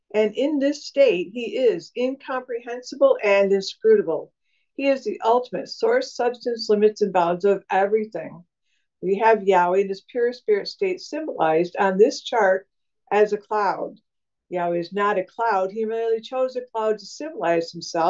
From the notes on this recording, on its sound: Syracuse Zoom Class.